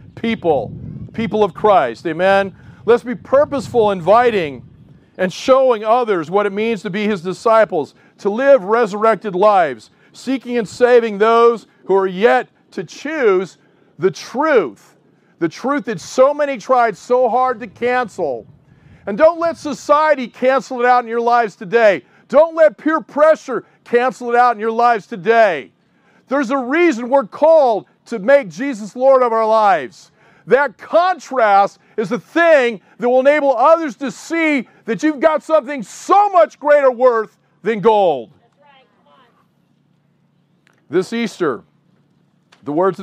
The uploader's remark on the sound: Outdoor Easter Service. This is the first time in a long time that a large part of the South Bay Church will be able to get together IN PERSON!